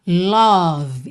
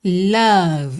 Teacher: o O não vai ter um som de O, como a gente fala em português · Shown in: second take